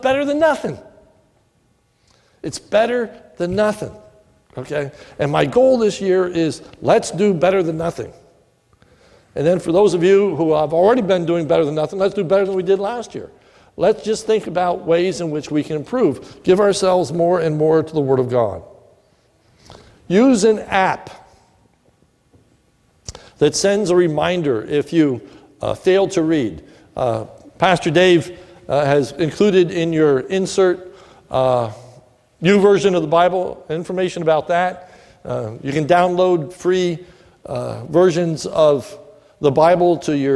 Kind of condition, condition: setting, large echoing room